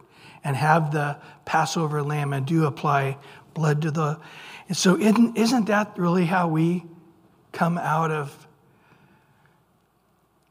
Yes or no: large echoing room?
yes